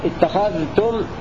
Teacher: بإظهار الذال عند التاء في لفظ اتخذتم